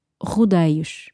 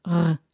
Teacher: Stress that R, back of your throat.